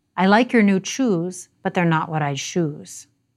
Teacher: another Latino English merger, which involves the blending together of sh and ch sounds. So something like choose for shoes and vice versa, shoes for choose.